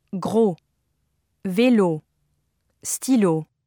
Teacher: Be careful to pronounce the French O as a short, crisp vowel.